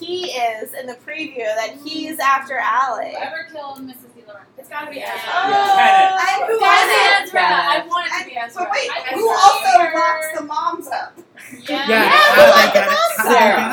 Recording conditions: background noise